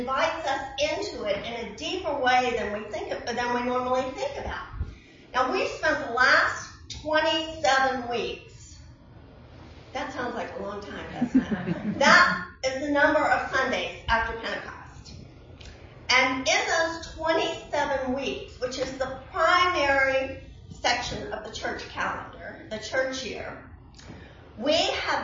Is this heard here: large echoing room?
yes